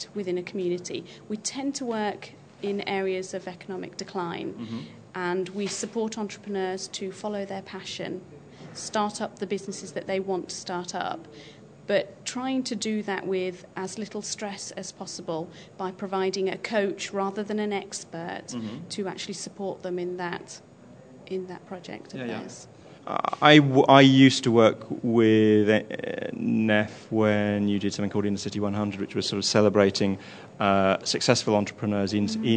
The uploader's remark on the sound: Live interviews with social entrepreneurs and support groups capture the enthusiasm and passion of the social enterprise scene at the extraordinary Shine conference.